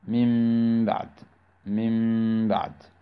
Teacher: وقلنا أن الإقلاب له حرف واحد، ألا وهو حرف الباء. فإذا جاء حرف الباء بعد النون الساكنة أو التنوين، فإن النون الساكنة تقلب ماذا؟ إلى ميم